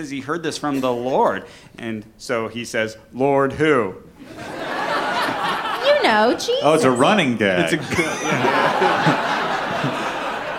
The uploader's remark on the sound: Brooklyn Live Show Edition.